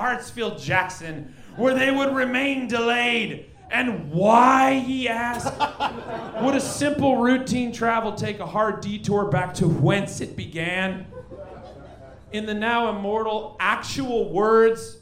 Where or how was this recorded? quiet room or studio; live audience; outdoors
live audience